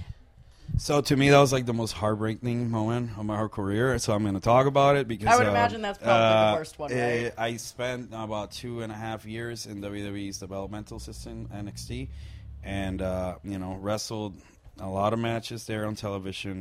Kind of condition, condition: setting, busy venue